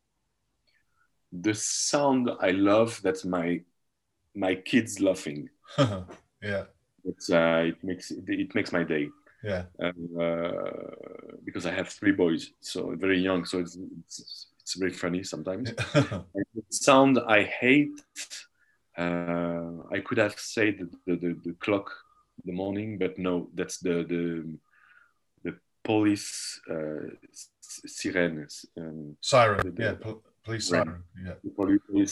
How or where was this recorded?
video call